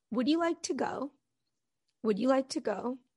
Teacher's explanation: usually with that we'll connect the d and the, the y and make a j · Term: reduction in speech